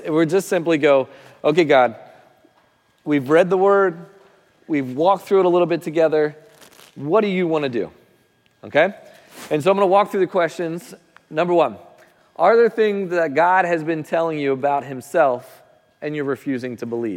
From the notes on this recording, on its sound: Recording of Sunday gathering on September 17th, 2023.